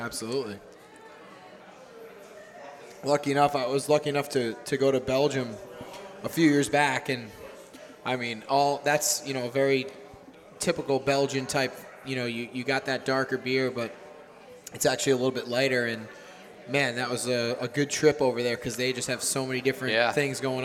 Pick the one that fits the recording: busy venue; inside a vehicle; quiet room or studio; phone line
busy venue